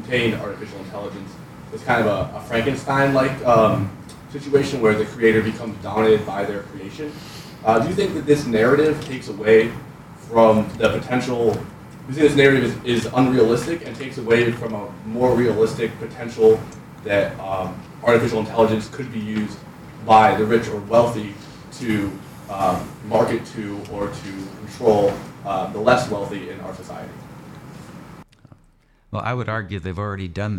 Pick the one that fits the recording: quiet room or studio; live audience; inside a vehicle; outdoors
live audience